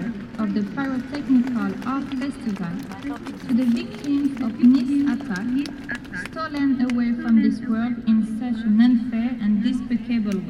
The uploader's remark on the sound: Fireworks in Cannes. Recorded at the beach close to the Cannes Palace Festival during international Fireworks Festival in Cannnes. Silence and waves…. Recorder: Sony PCM D50.